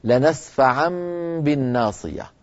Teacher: أيضا مثلها في سورة اقرأ باسم ربك الذي، سورة العلق، كلا لئن لم ينتهي لنسفعا بالناصية، لنسفعا بالنون توكيد الخفيفة لكن بعدها باء، فنقلب النون ميما ونخفي تلك الميم